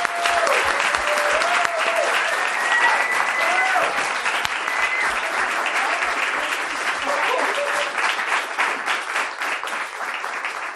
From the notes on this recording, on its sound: The Skewer at Lit Crawl 2018. The best of Chicago's live lit scene.